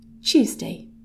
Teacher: So we can pronounce it as Tuesday. Or as people speak more quickly, it kind of turns into something a little bit more like a Ch sound.